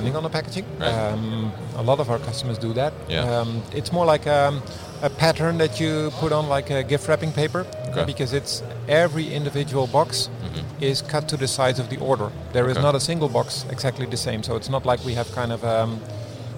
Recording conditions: busy venue